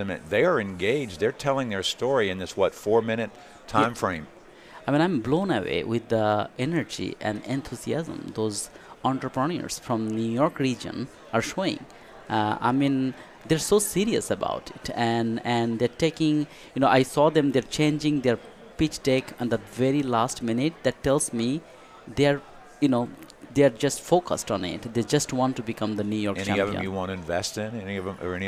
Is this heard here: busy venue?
yes